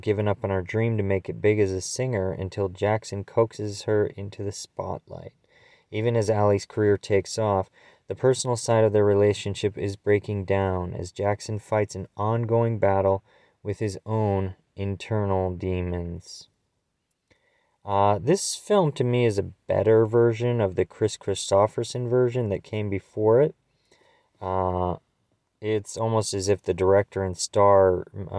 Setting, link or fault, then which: fault, phone or laptop microphone